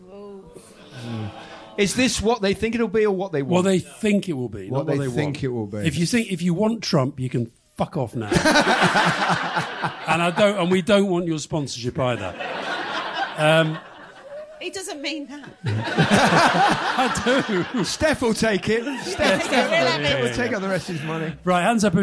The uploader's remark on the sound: Recorded at PodPod and Campaign’s Podcast Advertising Summit last week, this exclusive live recording